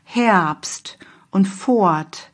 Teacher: dieses R, Fort, wird eher zu einem A